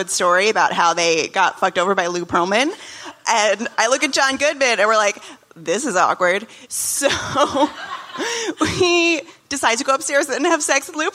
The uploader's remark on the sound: Live from SXSW